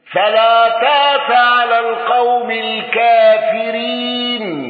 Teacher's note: الأزرق بالإبدال وتقليل الكافرين